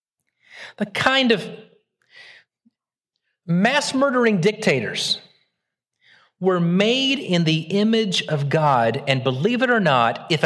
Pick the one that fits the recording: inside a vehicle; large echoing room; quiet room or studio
large echoing room